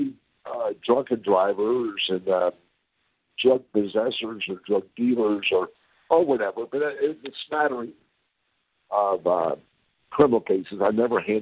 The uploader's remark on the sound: joins us by phone